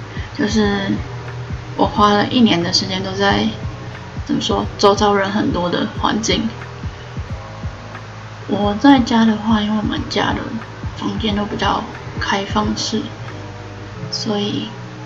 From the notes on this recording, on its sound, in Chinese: 換耳機了這個音質偏差。